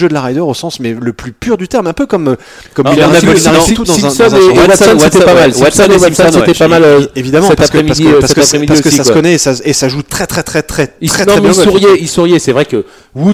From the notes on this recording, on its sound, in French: Enregistré le samedi 29 septembre 2018 au Golf National, 78180 Saint-Quentin-en-Yvelines.